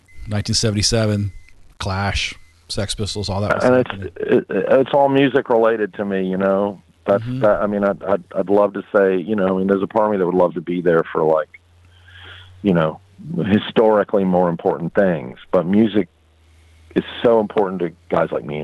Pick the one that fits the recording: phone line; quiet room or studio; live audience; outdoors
phone line